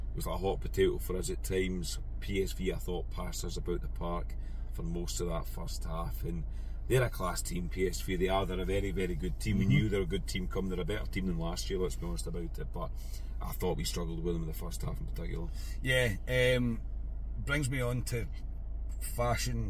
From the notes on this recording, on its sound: bring reaction from the car